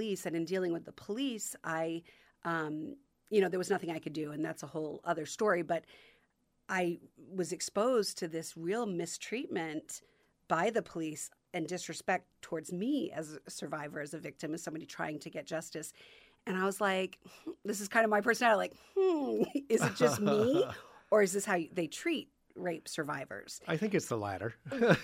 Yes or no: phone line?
no